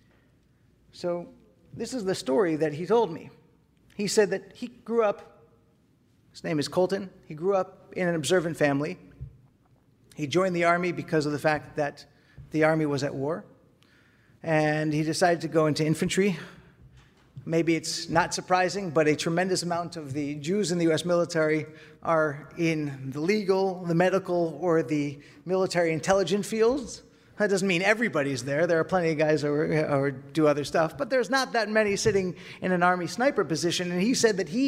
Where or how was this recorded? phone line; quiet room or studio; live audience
live audience